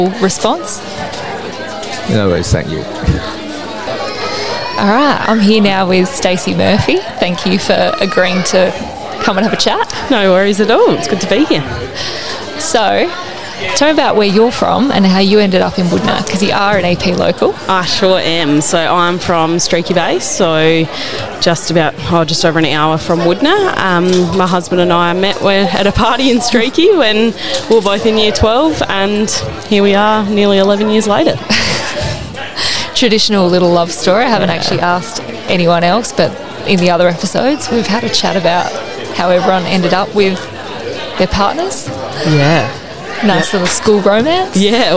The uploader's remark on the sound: It was recorded live at the Wudinna Game On event in early March! You'll have to ignore the background noise as best you can.